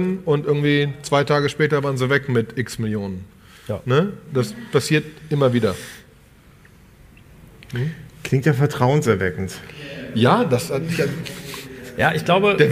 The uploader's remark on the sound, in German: Diesmal eine Live Show von dem Digitale Leute Summit in Köln